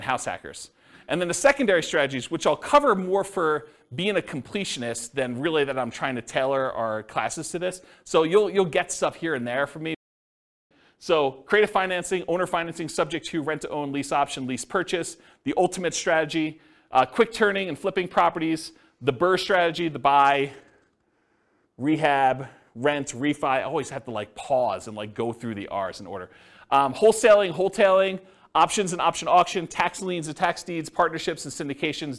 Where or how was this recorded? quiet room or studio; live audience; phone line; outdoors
live audience